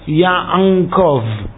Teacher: The only sound that goes on a letter like that is the sound of the vowel. But there are some sectors of Klal Yisrael who will pronounce an ayin with a particular sound, and that's the ng sound. Which is how you get the, they'll pronounce the name like Ya'ankov.